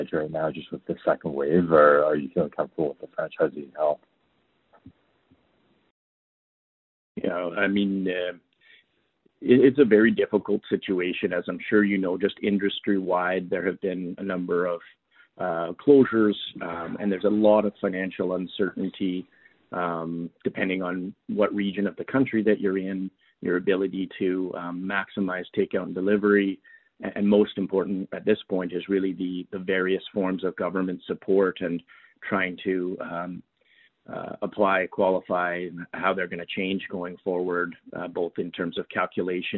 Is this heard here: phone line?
yes